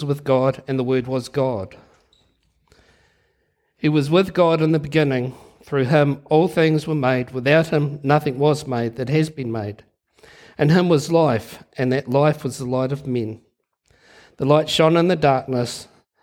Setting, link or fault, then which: setting, large echoing room